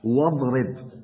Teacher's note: واو ثم ضاد، لا توجد فيها همزة